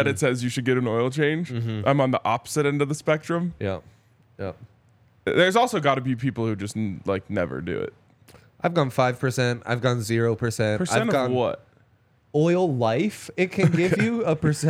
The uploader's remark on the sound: coming to you LIVE from the DNVR Bar